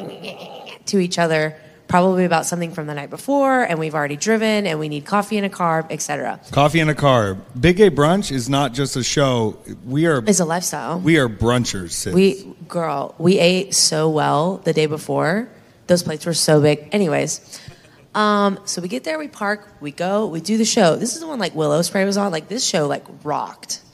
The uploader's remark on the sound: LIVE PODCAST RECORDED AT STARRCAST CHICAGO 9/3/23